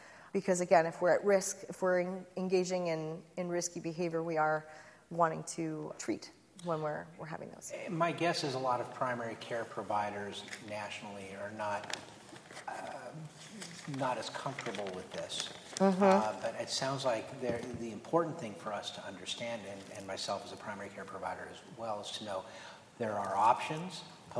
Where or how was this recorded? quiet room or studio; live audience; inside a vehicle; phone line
live audience